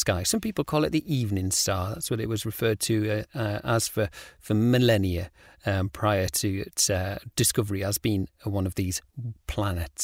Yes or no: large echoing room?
no